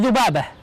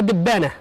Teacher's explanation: من أشهر أيضا ما عرفت به اللهجة المصرية أيضا القلب في بعض حروفها، فمثلا الذال يقلبونها إلى دال، مثل ذبابة، المصريون ينطقونها دبانة، فأصلها معروف لأن عندهم قاعدة قلب الذال إلى دال · Shown in: second take